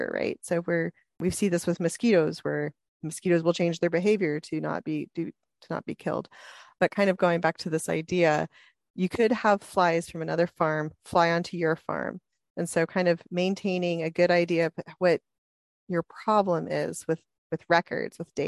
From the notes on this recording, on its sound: This podcast recording is taken from the webinar.